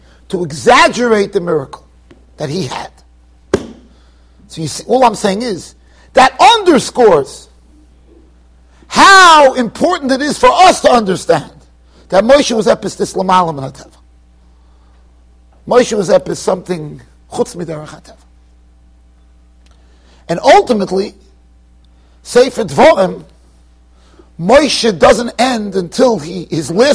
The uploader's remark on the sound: Shiur recorded in Yeshivas Ohr Reuven, Monsey NY.